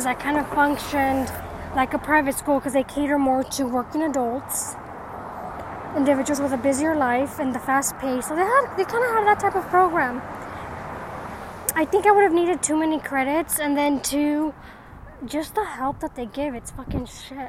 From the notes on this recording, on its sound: Sound may feel different as it was recorded while on a nature walk.